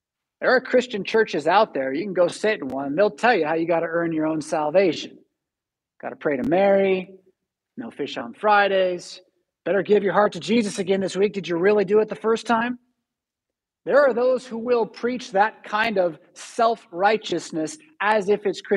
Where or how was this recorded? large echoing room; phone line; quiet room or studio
large echoing room